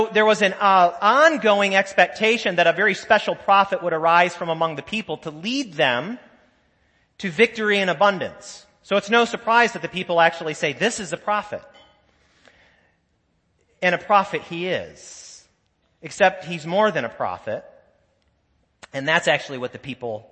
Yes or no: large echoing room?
yes